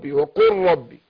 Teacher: ادغمت اللام في الراء وبعدين بفخم الراء